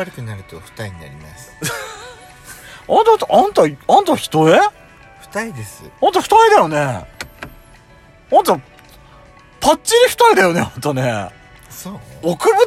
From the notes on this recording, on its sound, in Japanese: パーキング収録